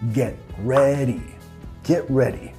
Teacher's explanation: Estoy dejando mi lengua arriba, get ready, y después yendo directamente a la R.